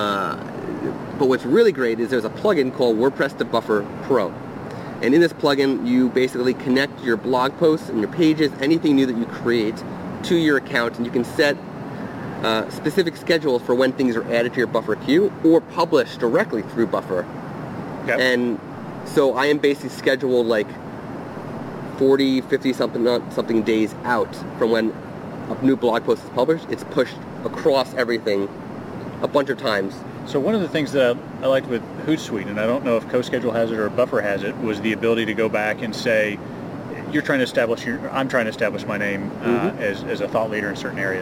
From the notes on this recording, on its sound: Live from Out of Chicago Photography Conference. This episode was recorded outside on a terrace within The Loop, so you will hear trains going by every so often.